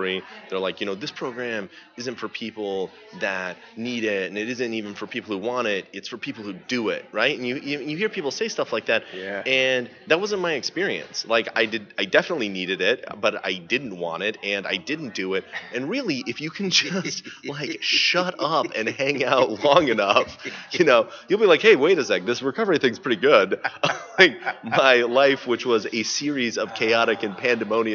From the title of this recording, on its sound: At The 3rd Annual North Texas Recover Conference 2015